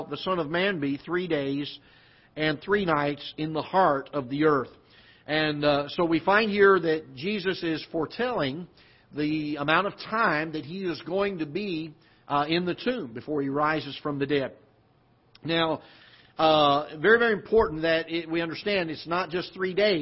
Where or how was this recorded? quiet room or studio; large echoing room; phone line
large echoing room